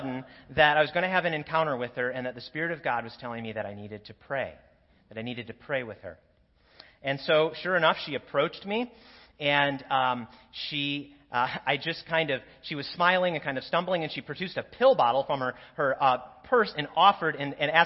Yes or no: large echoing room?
yes